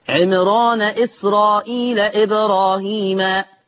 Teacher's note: عمران إسرائيل إبراهيم فيها لورش أوجب التفخيم